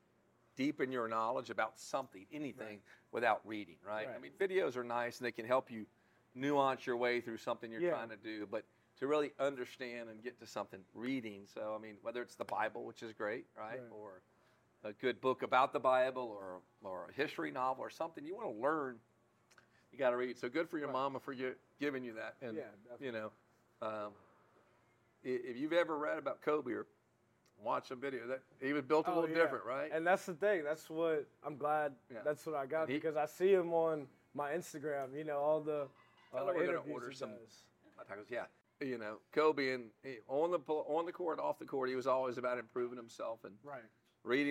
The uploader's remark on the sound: At Modesto Tacos Tequila & Whiskey in Baton Rouge for some great food.